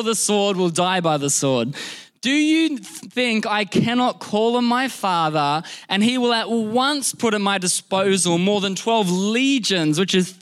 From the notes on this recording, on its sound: This was recorded in our Melbourne service on the 25th of December, 2022